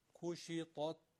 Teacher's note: کشطت طا رو درست بگید ت رو دیگه نازک بگید